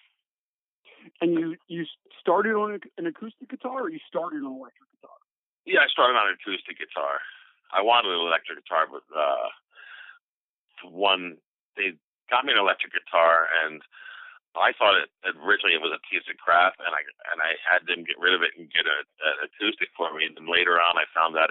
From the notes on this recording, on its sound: spending some time on the phone